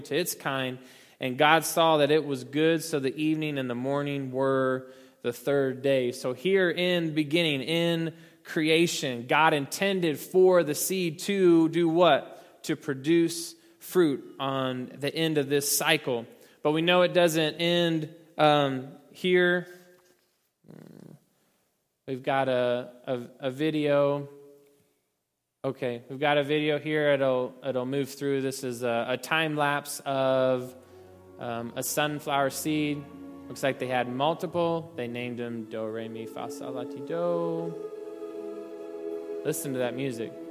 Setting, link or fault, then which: setting, large echoing room